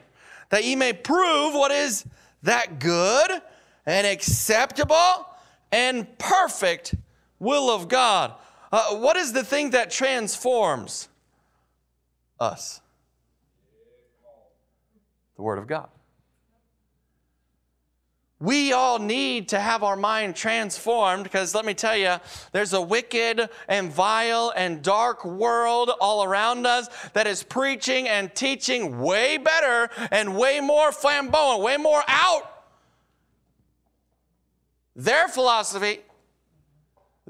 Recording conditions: large echoing room